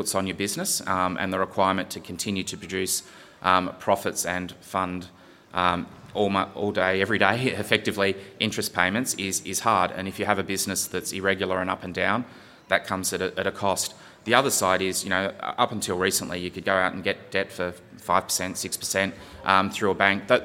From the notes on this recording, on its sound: This keynote was recorded at the recent Western Australian Brewing Conference in Perth.